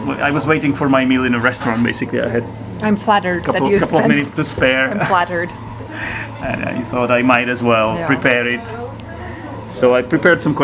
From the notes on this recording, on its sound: The quality of the recording is not ideal since it was recorded in a café and naturally the recorder picked up a lot of background noice, but it is audible, neverthless.